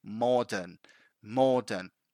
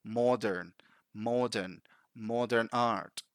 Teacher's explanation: in British English, we don't pronounce the R, so we simply say modern · Shown in: first take